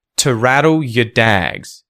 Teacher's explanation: You have here a T flap, and then you have the syllabic L sound.